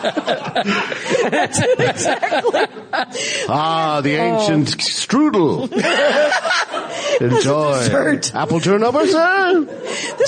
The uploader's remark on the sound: Live in Toronto